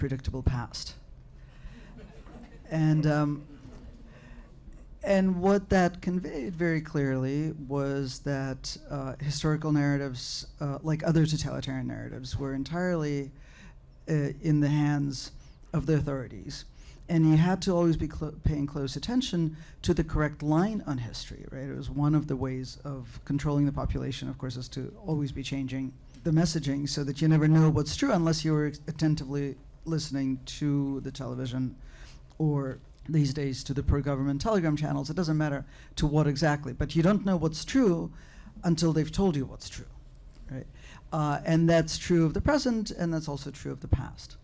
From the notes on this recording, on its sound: taped at the FaultLines conference